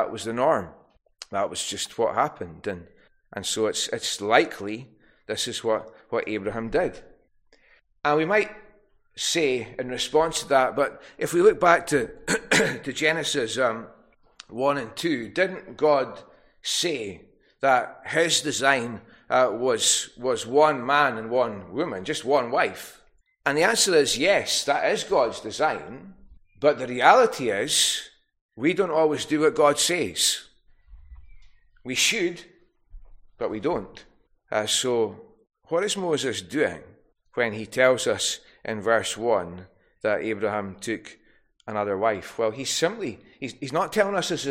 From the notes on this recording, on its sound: recorded at North Harris Free Church on the evening of Sunday, 4th June 2023